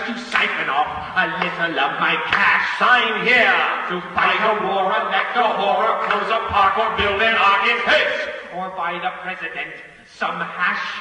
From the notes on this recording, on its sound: Live at Royce Hall, UCLA